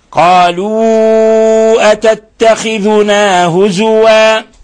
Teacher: هنا أيضا عندنا مد منفصل، حرف المد اللي هو الواو جاء في كلمة والهمزة جاءت في الكلمة الأخرى، فنمد الواو بمقدار 4 إلى 5 حركات